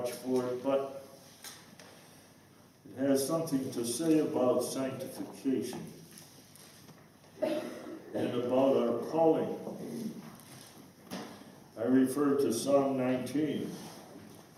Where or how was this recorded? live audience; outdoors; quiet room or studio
live audience